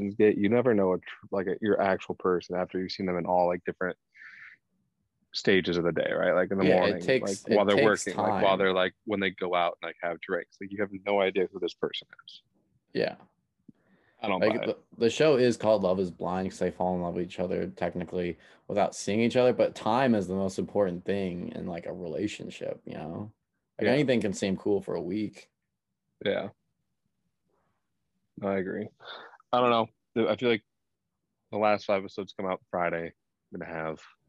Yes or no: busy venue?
no